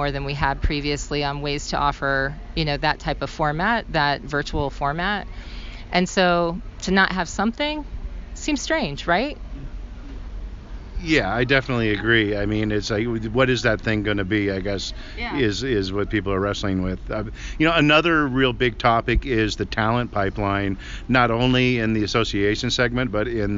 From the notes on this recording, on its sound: at ASAE's 2023 Annual Meeting in Atlanta